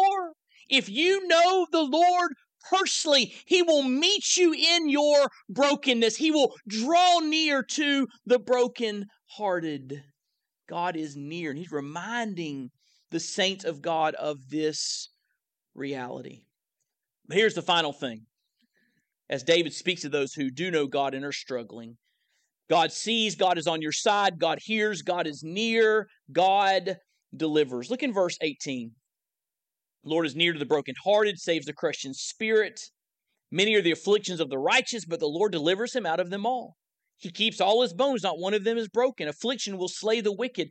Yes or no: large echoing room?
yes